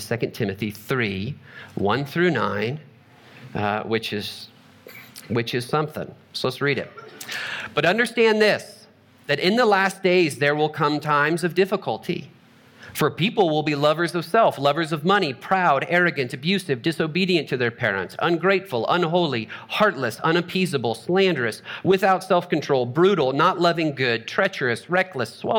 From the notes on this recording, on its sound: Trinity Anglican Church Littleton, CO